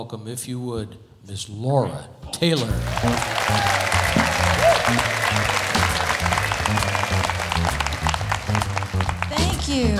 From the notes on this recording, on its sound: Live at the SouthPoint Casino.